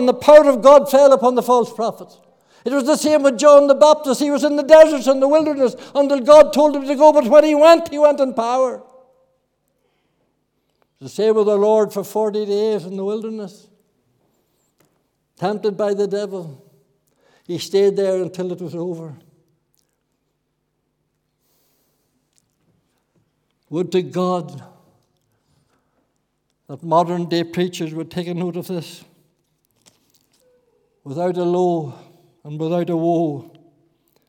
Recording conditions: large echoing room